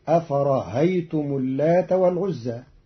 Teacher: قرأ قالون كلمة أفرأيتم بتسهيل الهمزة الثانية بين بين، فتصير أفرهيتم اللات والعزى في بعض لغات العرب.